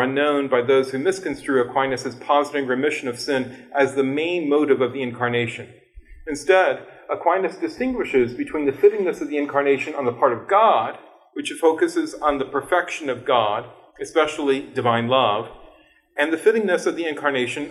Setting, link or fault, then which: setting, large echoing room